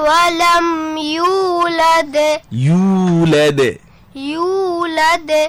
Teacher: ওয়ালাম এখানে কিন্তু কলকলা নেই, ওয়ালাম শেষ, কিন্তু এখানে তোমার কলকলার মতো কিছুটা হয়ে গেছে। ওয়ালাম ওয়ালাম এটা কলকলা হবে না, ওয়ালাম ইউ লাদে, লাদে এখানে গিয়ে কলকলা হবে।